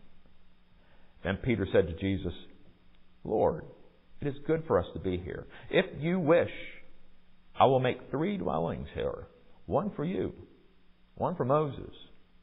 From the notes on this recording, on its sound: Recorded at MPPC on Sunday, February 19, 2023